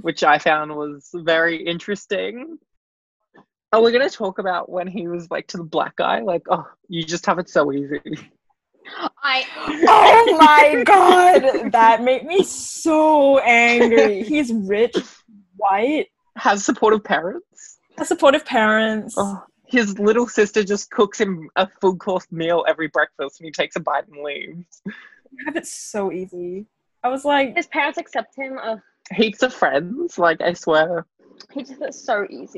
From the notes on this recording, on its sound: I'm sorry if the sound quality isn't the best but i tried !